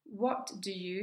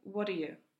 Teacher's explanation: What do you sounds like what are you. The t disappears from what, and the vowels in do and you become relaxed sounds. · Shown in: second take